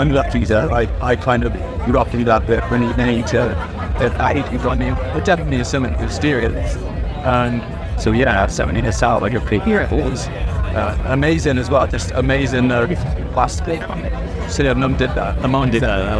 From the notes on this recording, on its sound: Live from 2000 Trees 2023